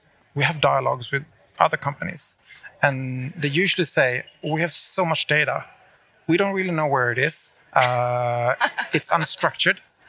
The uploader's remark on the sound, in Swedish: Live-podd från Ingenjörsdagen i Malmö. Intervjuerna spelades in live och på plats på Ingenjörsdagen i Malmö.